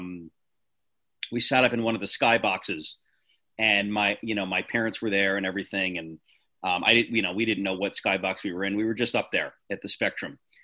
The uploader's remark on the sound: jump on a zoom